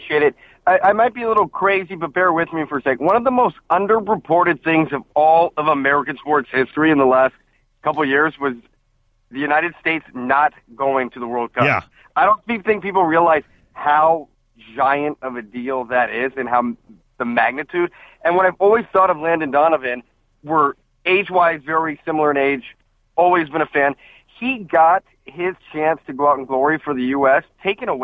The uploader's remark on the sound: Listeners call in and give their thoughts